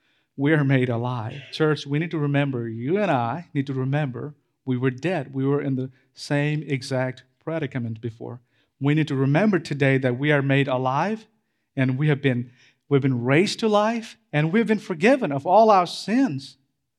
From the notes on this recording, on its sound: This Sermon was preached at CrossPoint Church, MS, Starkville.